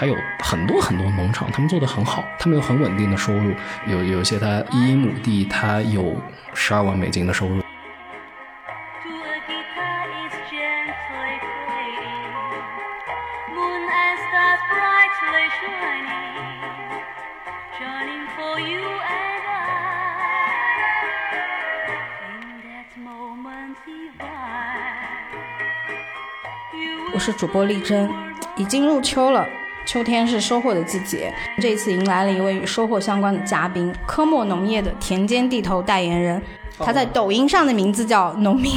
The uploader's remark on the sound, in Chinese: 本期节目的录制，因遇到未曾预料的状况，节目开始后的三分半钟内，有一些难以消除的电流声。沙沙电流。